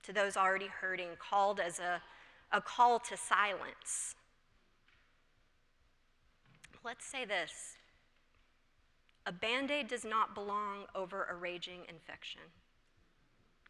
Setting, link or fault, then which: setting, large echoing room